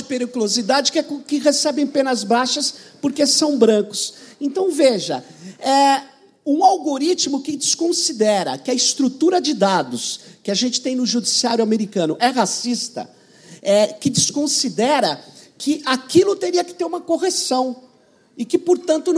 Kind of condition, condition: setting, live audience